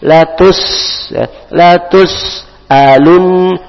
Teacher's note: di sini ada huruf sin sukun, maka keluarkan nafas sedikit